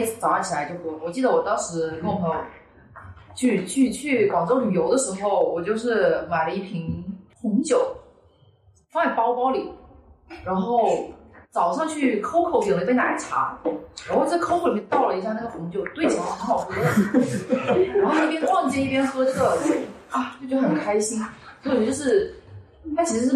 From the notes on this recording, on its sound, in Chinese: 一树ARBRE艺术空间（深圳市福田区园岭六街园岭新村74栋103）。开幕对谈，现场录音质量较差，请见谅。